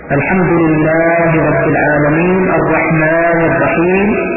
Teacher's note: القراء من لدن عهد النبي صلى الله عليه وسلم إلى اليوم على أن الألفات في الله الرحمن الرحيم لا تمد إلا بمقدار حركتين، الحمد لله رب العالمين الرحمن الرحيم هذا هو المقدار المروي